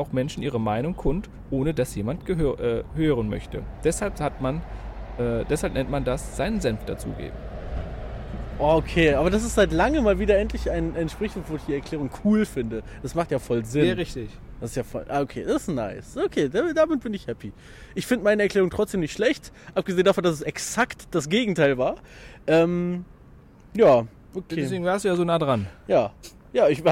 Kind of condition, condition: setting, outdoors